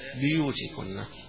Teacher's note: باقي القراء يقرؤونها بكسر الباء